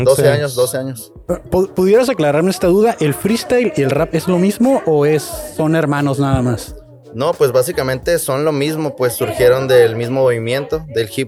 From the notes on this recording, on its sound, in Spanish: Grabamos este episodio en la conferencia de prensa. Previo a su concierto en tijuana.